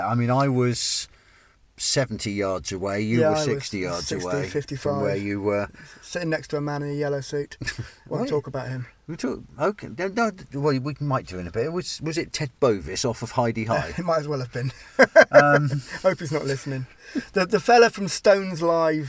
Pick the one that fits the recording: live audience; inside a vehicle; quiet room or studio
inside a vehicle